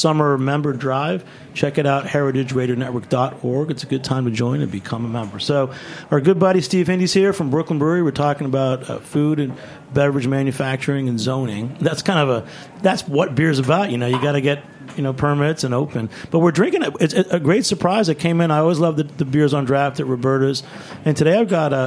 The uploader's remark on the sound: This week we’re recording a very special live show.